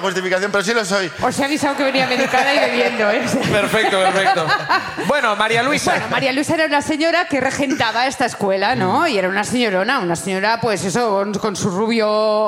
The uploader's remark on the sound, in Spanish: desde la Sala Barts de Barcelona